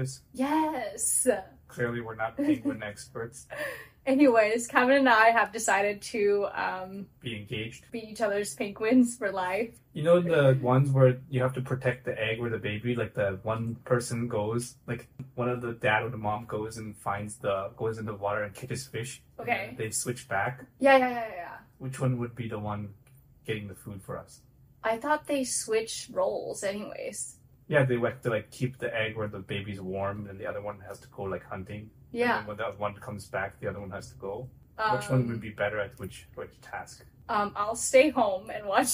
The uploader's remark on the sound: the mics stopped working (sorry in advance for the audio this week)